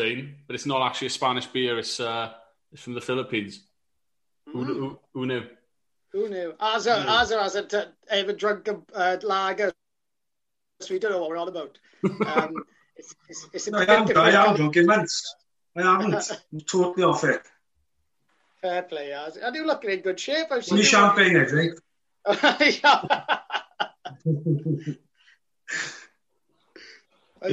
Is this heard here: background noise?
no